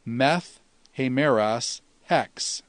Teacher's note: Notice the meth, which dropped the alpha from meta, and then because of the rough breathing initial vowel that followed, it compensated by taking the tau up to a theta, meth.